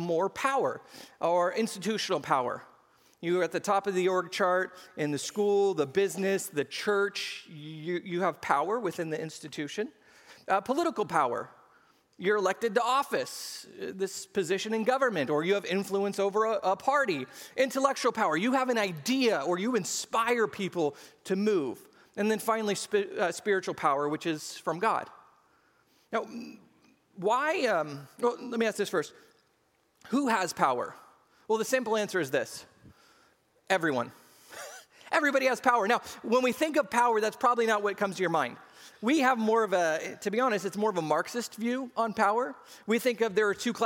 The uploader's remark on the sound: SCG Church Service